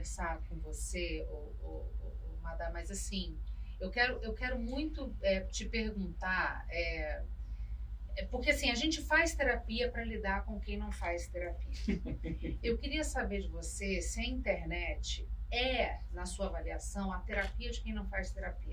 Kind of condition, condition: fault, poor sound quality